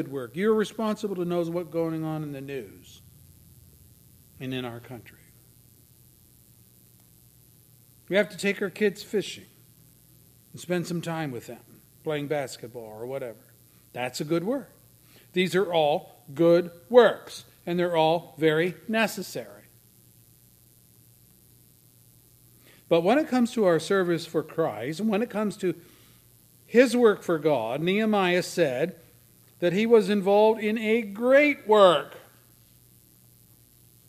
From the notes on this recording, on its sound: services recorded at Thornville Baptist Church